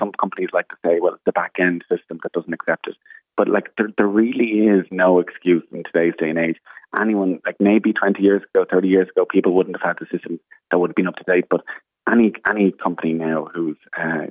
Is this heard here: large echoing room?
no